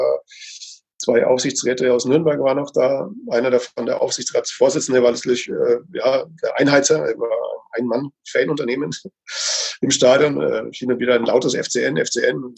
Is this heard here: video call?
yes